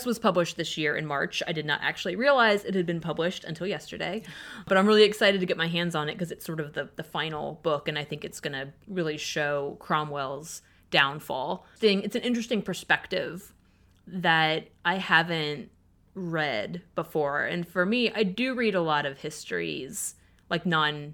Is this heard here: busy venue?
no